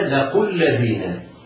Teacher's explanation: القاف حرف مضموم مفخم